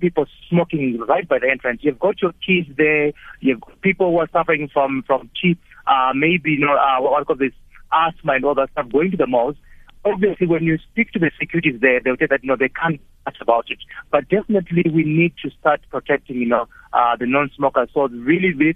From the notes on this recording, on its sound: Guest (phone)